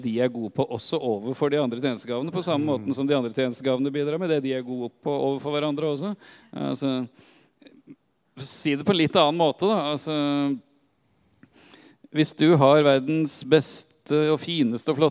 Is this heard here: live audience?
yes